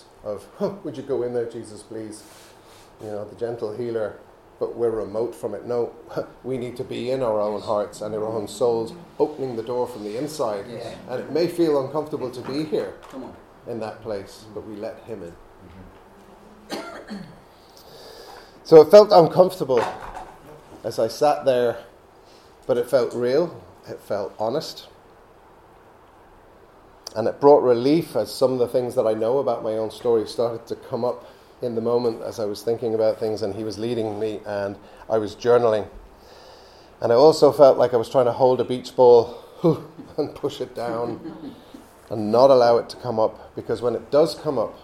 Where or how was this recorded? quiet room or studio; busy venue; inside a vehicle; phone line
busy venue